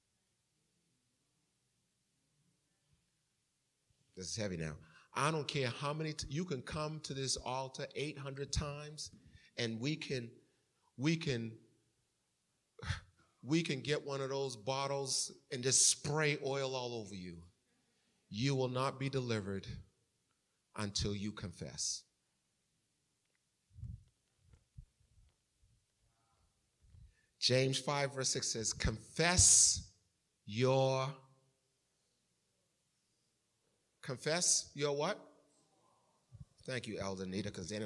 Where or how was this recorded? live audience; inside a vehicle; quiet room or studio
live audience